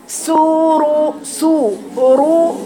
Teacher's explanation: الراء ما فيهاش حصرمة، ما فيهاش قطع صوت